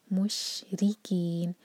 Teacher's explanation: رو کے نیچے کسرا، رو باریک ہوگا، اور کین چار حرکا، مدھیہ عربی سکون، اور نون واضح کر کے پڑھیں گے.